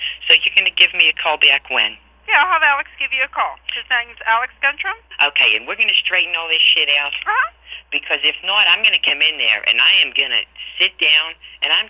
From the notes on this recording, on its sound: Prank Phone Calls